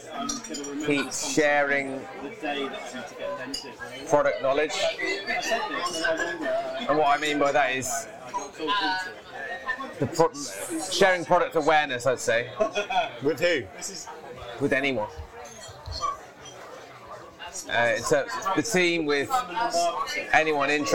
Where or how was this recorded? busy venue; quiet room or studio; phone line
busy venue